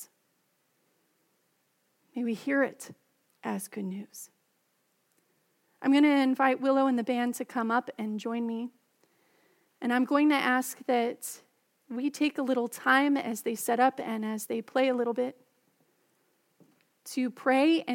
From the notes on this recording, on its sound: Message delivered during the Contemporary Service.